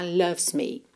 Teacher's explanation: E não é lo também, é l, l, loves me. Loves, do V você vai pro S